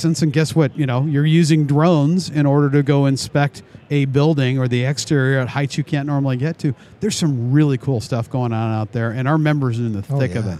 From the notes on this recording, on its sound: live from AIA 2019 Exposition.